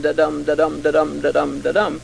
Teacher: the five-stress, ten-syllable, iambic pentameter line, da-dum, da-dum, da-dum, da-dum, da-dum, with an occasional extra light syllable between heavy ones nowadays.